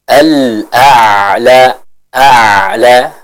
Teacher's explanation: kita sempurnakan dulu hamzahnya lalu masuk ke huruf ain